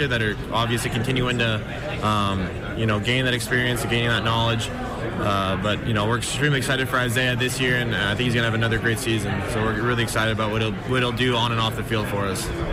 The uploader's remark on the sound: LIVE from the Big Sky Kickoff in Spokane.